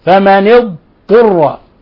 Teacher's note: يضغمون الضاد في الطاء. فمن اضطر يفصل بين الضاد والطاء، والضاد مخرجها من حافة اللسان مع ما يلي من الأضراس العليا